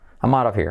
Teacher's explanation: I'm, fíjate, como I'm, no es I'm, sino I'm out of, se convierte la T como reserva, out of, y luego here, letra clave R, letra semiclave H, pero podemos saltar la H